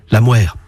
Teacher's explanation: À Cercq, la consonne initiale se labialise. On avance les lèvres. La mère. Et puis, jusqu'au XVIIIe siècle, on roulait le R, ce qui le rend très proche d'un L.